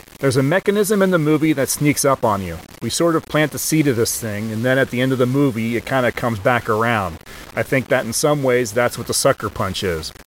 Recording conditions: poor sound quality